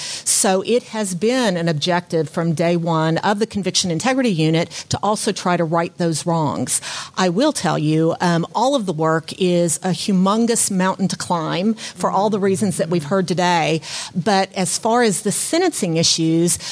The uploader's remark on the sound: Before a live studio audience as part of the Philly Podcast Festival.